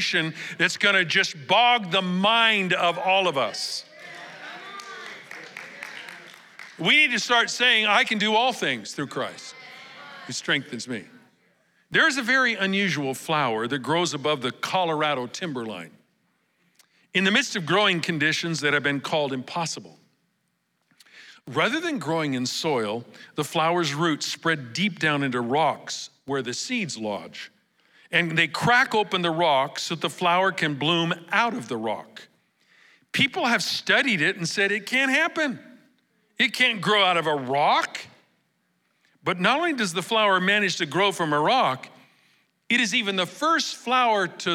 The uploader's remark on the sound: Recorded live at Capital Church in Meridian, Idaho on October 1, 2023